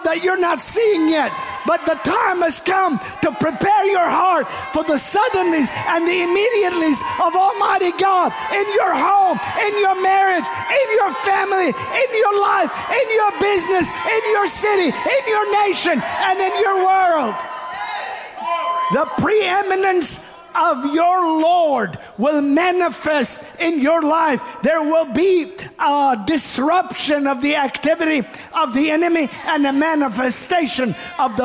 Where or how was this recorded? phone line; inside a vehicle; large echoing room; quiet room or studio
large echoing room